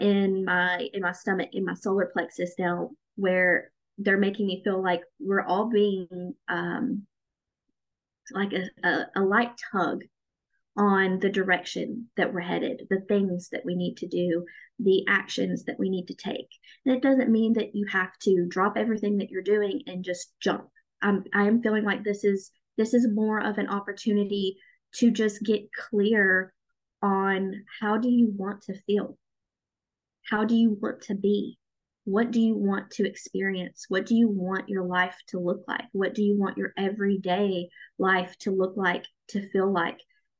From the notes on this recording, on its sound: I wanted to share the live call that we did in the Chasing Spirituality Community this month. Each month, we have a live zoom call in the community.